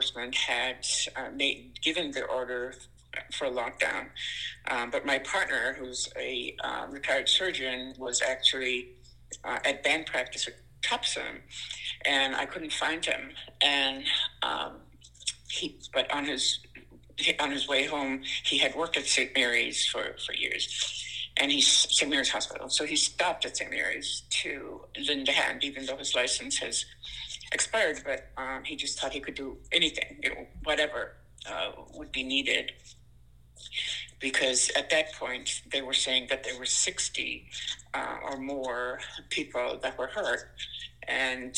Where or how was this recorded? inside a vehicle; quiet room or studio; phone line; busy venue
phone line